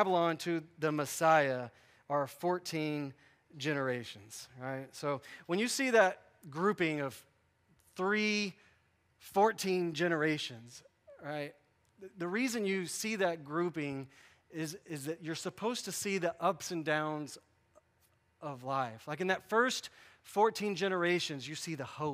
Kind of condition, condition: setting, large echoing room